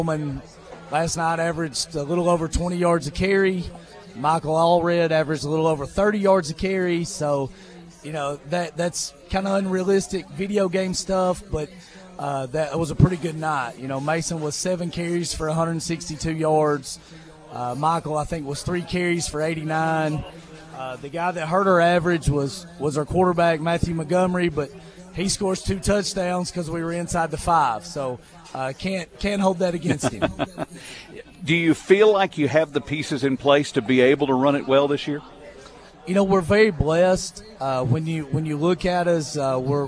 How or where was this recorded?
busy venue